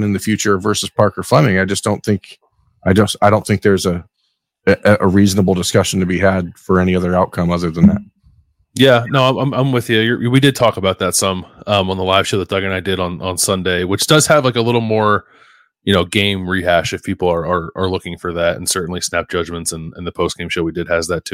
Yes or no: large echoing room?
no